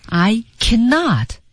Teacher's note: 来这句话当中他尤其想要突出的是两个否定之处。嗯，我既不能也不能，那么 cannot 重读以及 nor 是需要强调的重读。对，其实 cannot 明明口语里可以读成 can,可是这里没有，因为他还要强调我不能